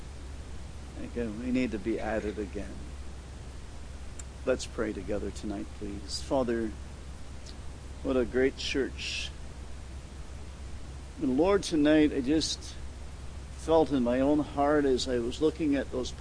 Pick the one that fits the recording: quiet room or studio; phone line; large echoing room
large echoing room